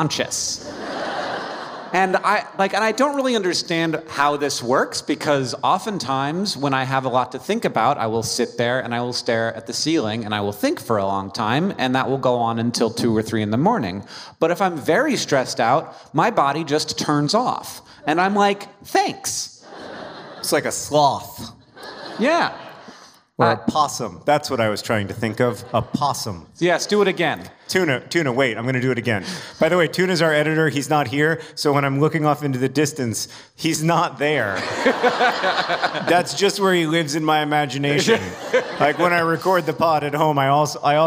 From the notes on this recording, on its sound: Live in Carmel, IN!